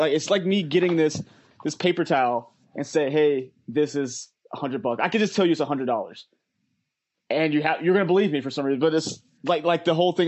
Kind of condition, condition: link, video call